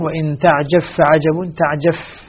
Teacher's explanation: إذا أدغمنا الباء سوف تسقط بذاتها وصفاتها، فلا قلقلة فيها ولا صفة من الصفات المعتبرة اللازمة الذاتية التي تكون فيها، لأن الإدغام سيكون كاملا.